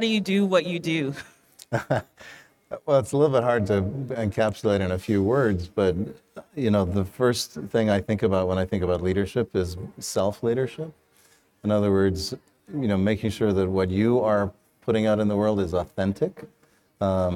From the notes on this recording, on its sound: Interview at PALTC23. Recorded (in front of a live audience).